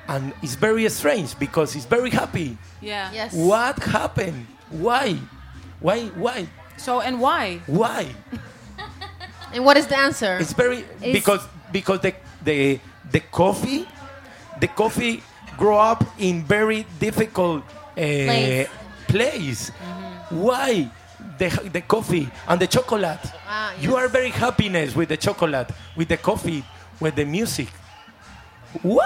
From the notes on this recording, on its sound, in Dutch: voor een live audience